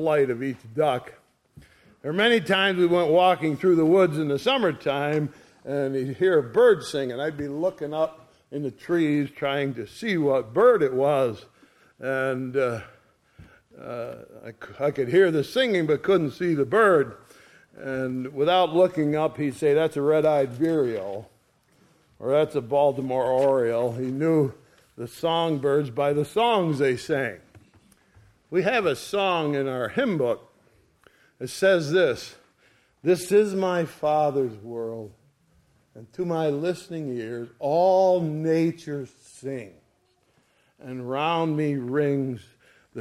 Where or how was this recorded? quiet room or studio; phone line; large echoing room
large echoing room